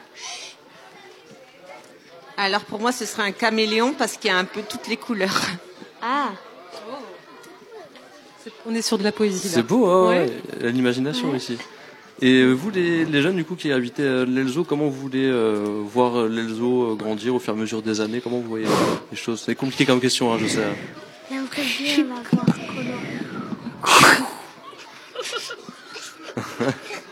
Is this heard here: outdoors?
yes